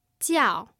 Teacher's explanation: 我. And then we have the fourth tone on the word to call. 叫. It starts high and it goes low. 叫. I am called.